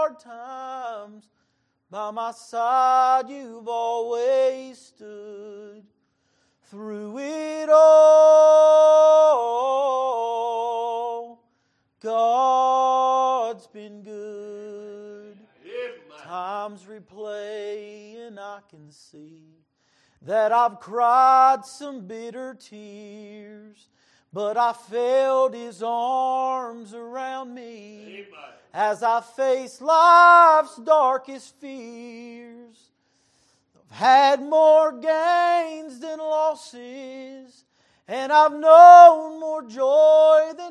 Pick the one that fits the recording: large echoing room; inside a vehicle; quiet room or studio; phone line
large echoing room